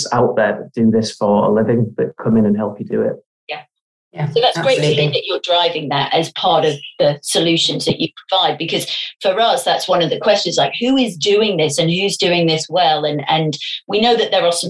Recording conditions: video call